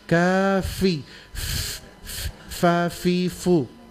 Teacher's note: gigi atas ketemu dengan bibir di bawah · Term: huruf fa